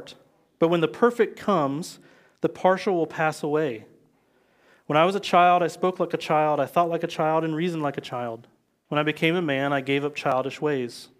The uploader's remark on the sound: live from Covenant Church!